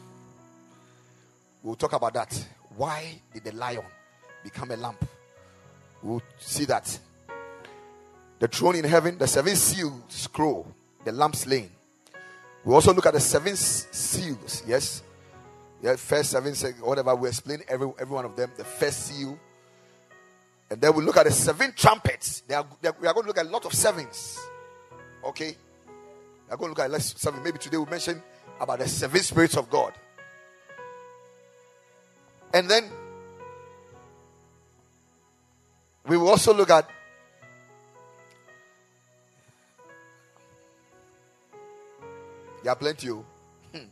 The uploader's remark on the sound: Preached at the Kingdom Sight Service.